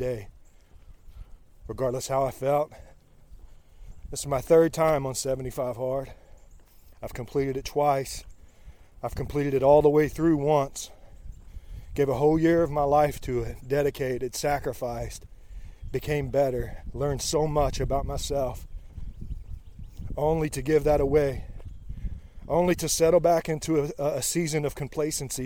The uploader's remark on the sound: Live from the trail during a rainy 75 hard run